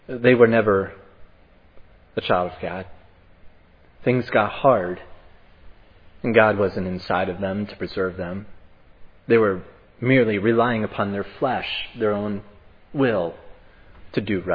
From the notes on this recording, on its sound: was preached at Providence Church